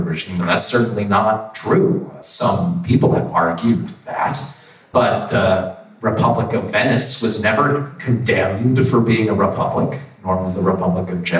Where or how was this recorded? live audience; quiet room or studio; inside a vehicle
live audience